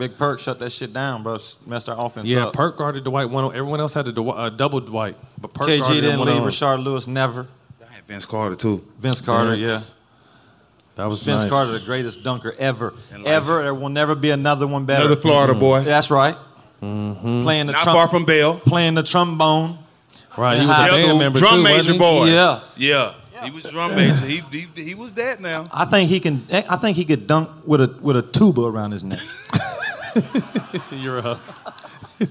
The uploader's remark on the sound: ALL THE SMOKE was LIVE in Sac Town